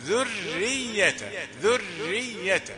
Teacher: ذرية الراء رقيقة لأنها مشددة مكسورة فتحسب لها الكسرة